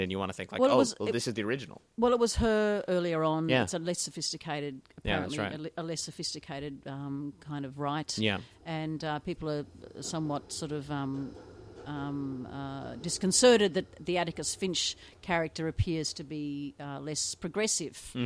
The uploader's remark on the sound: Recorded live at the Brunswick Street Bookstore.